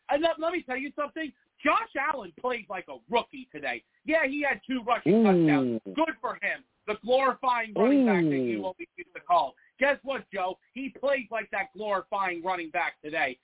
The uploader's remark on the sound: Live immediately after the Jets game against the Bills, I sat down and discussed the game! The callers went crazy on this show and the takes were flying! I take live callers!